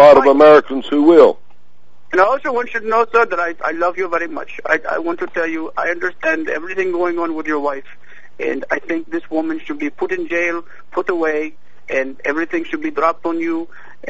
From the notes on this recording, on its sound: Personal Prank Phone Calls Collection